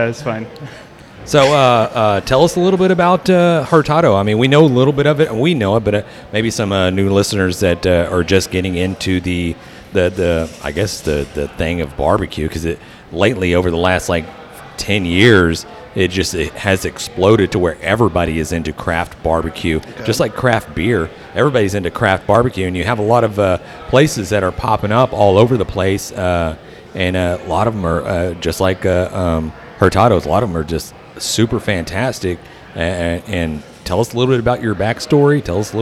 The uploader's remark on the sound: on location at Hurtado Barbecue